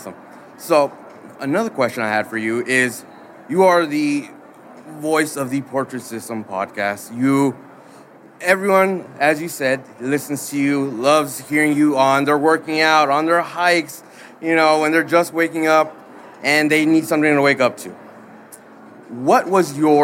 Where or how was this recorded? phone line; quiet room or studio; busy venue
busy venue